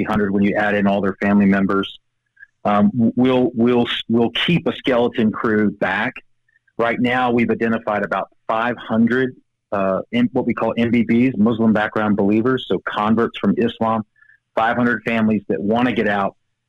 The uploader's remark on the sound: Joining me by phone